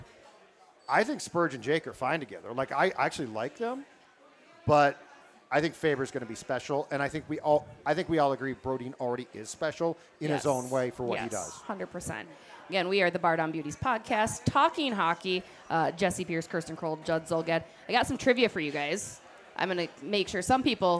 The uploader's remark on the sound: we were live from Ray J's American Grill